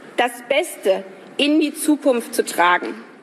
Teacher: eines der hervorstechendsten Merkmale hier ist der noch weiter expandierte Tonhöhenumfang, der noch ausladendere Tonhöhenumfang, den wir hier haben.